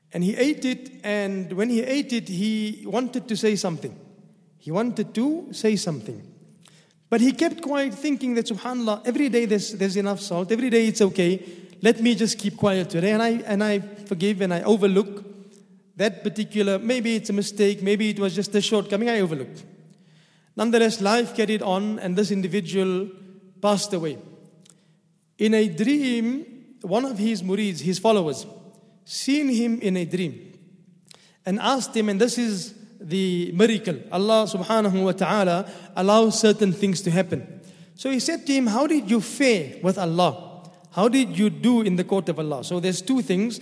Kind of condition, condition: setting, large echoing room